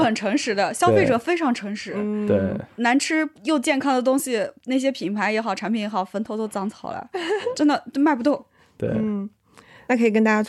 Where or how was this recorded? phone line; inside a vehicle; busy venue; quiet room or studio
quiet room or studio